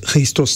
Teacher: Pentru că în limba greacă avem litera, consoana hei, este cumva translată cu H. Hristos, e cu un H din gât. Mai gutural așa.